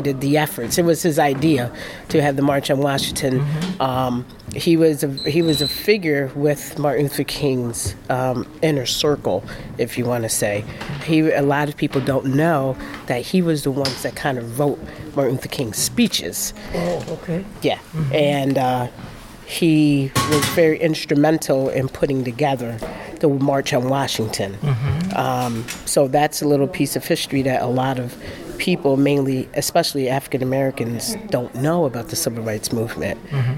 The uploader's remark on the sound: Attended a black history film showing "Rustin" at the Art Center of Troy. Interviews some audience members at the preview.